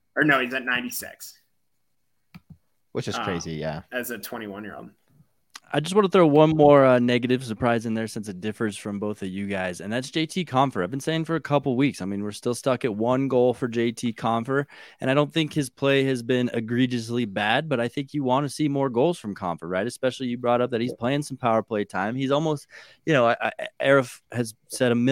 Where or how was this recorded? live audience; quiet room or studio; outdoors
quiet room or studio